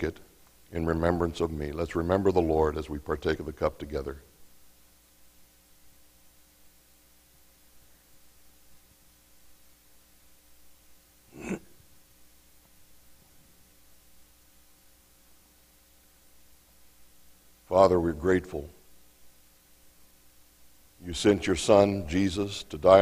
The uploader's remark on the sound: Mt. Zion Church Live!